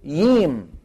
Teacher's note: يعني من قبائل اليمن من يقول الجيم ييم، ييم بيقلبوا ايش؟ يا. بعضهم بيقول جيم، الجيم.